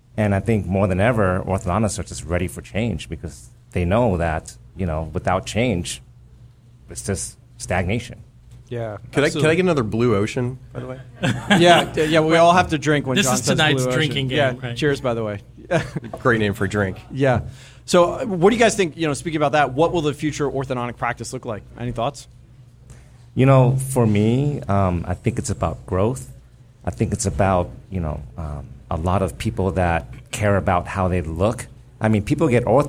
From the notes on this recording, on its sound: This special episode was recorded in front of a live audience during the recent AAO in Miami. At Bodega Speakeasy during the AAO Annual Session in Miami Beach, FL.